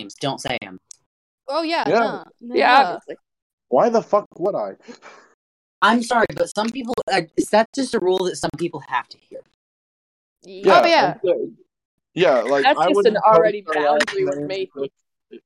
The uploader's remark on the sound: Sorry that the audio quality is so bad.